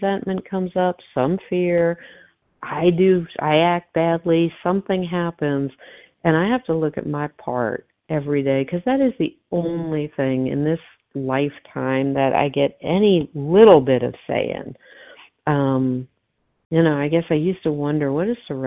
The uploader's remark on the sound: 100 Pounders Phone Meeting